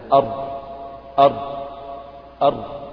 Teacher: مخرجها برضو يقارب مخرج النون لكنها أدخل إلى ظهر اللسان · Term: مخرج الراء